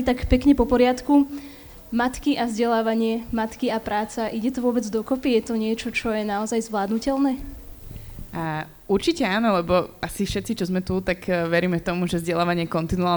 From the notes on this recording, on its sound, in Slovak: Rozhovor sme nahrávali na festivale Učiaca sa Trnava v októbri 2021.